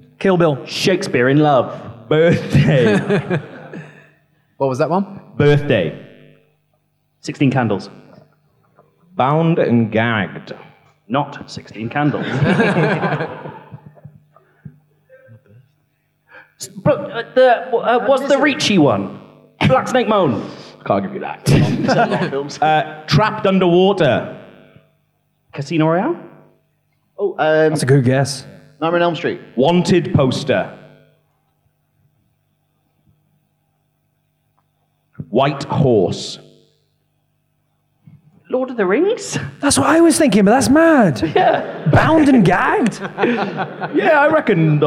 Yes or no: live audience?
yes